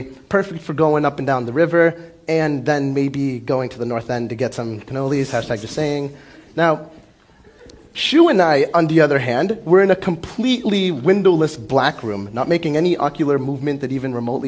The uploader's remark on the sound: Filmed at TEDxBoston.